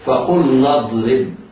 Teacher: التقى الساكنان أولهما حرف مد يتعين على القارئ حذفه للتخلص من الساكنين